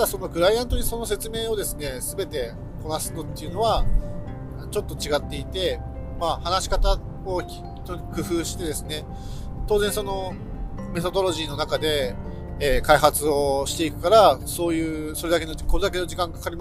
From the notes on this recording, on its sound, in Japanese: 高速道路を走行中に収録しているので、少し雑音があります。